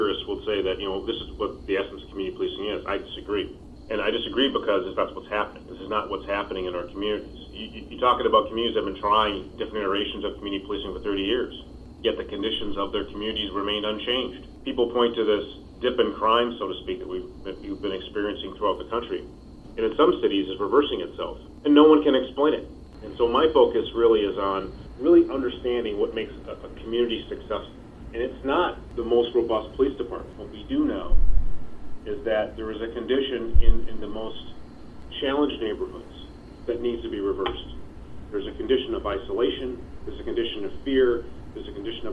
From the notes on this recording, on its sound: On the phone with me today